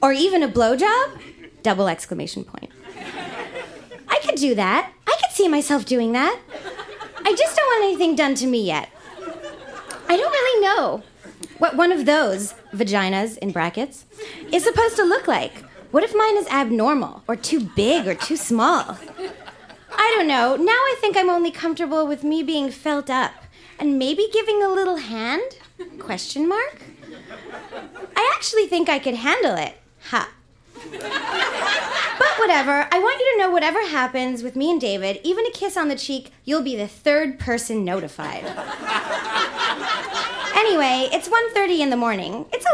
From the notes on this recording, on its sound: Recorded live at La Vitrola in Montreal, QC.